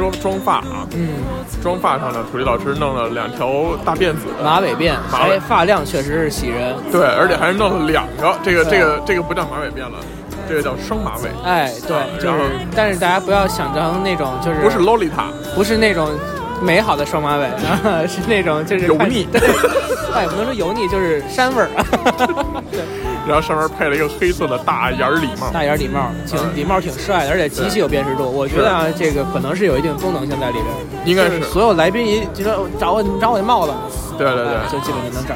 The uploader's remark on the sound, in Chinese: 婚礼现场